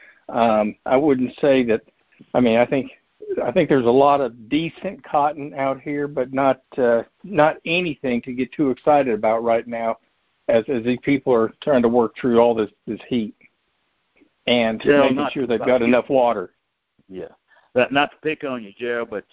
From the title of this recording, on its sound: July 2021 Monthly Conference Call